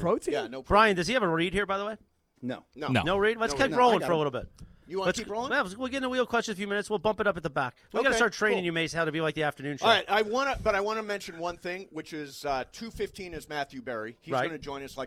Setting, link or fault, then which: setting, busy venue